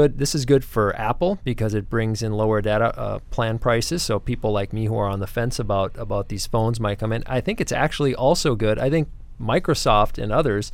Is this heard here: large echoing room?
no